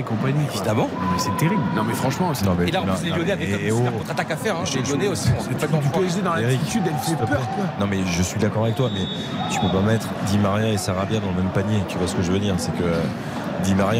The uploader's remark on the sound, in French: Pour trois heures de direct. En direct du Parc des Princes.